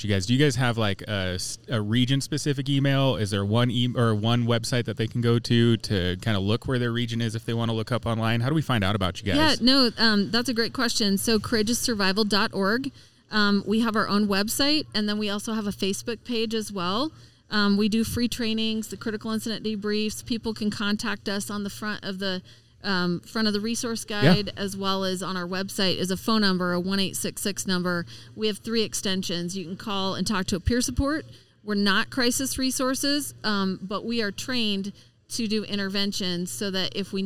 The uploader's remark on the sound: Live event. We take you on a dynamic journey with a live show in the bustling atmosphere of the "SIFA" Fire/EMS conference. We kick things off by diving into an engaging conversation with a phenomenal vendor at the conference.